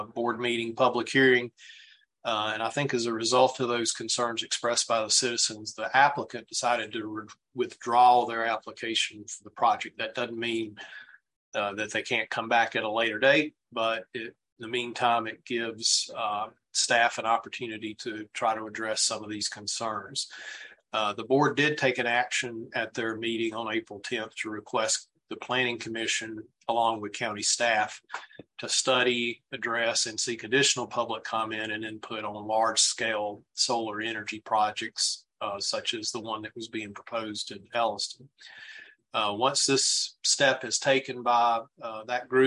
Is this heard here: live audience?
no